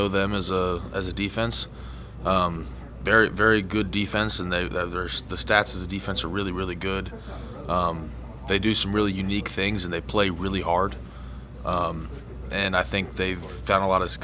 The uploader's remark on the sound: broadcast live from The Union Pub and Grill in Huntington